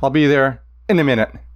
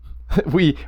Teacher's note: often we practically lose the I sound in there. I'll be there in a minute.